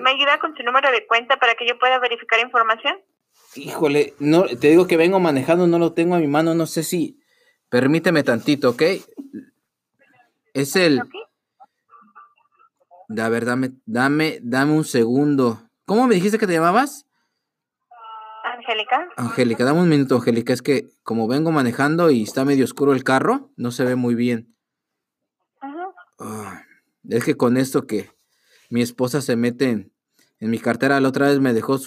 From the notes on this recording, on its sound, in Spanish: Broma Telefonica a AT&T. Recibimos una llamada que termino en algo inesperado.